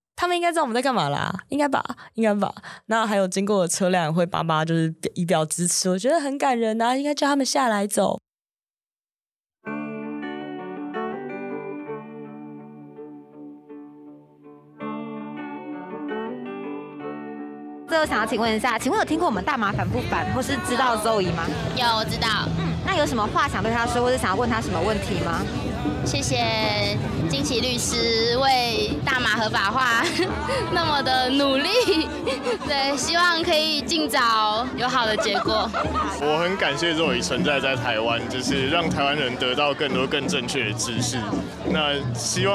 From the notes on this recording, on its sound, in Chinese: 2023 年 4 月 16 日是台灣的大麻遊行：綠色浪潮！鬼島之音在現場擺攤共襄盛舉，《大麻煩不煩》節目製作組還進行了突擊街訪，蒐集了現場民眾對於台灣大麻合法化的真心話。今年的綠色浪潮是自舉辦以來，參與遊行人數最多的一次。鬼島之音的團隊也跟著隊伍從頭到尾走完了整趟遊行。